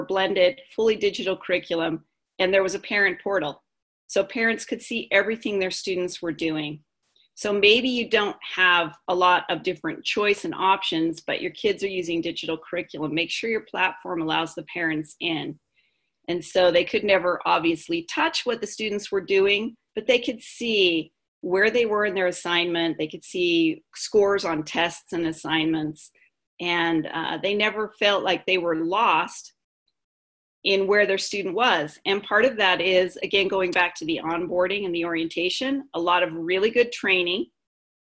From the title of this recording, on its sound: Live Webinar